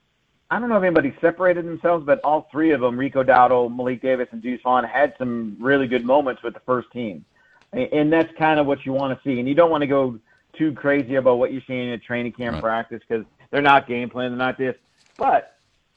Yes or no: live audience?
no